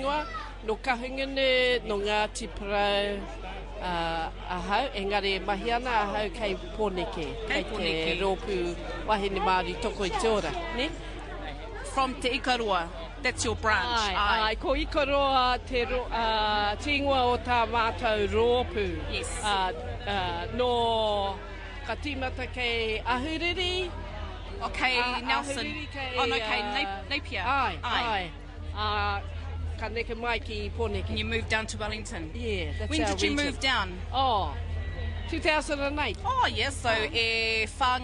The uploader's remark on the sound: put to punters at the annual Te Ra o Te Raukura hosted by Te Ati Awa Ki Poneke at Waiwhetu (Lower Hutt, Wellington)